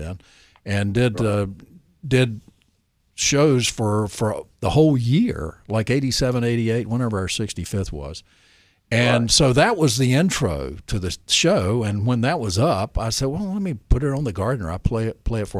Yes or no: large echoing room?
no